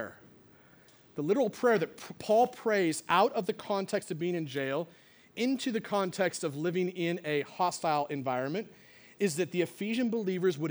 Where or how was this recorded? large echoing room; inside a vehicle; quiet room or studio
large echoing room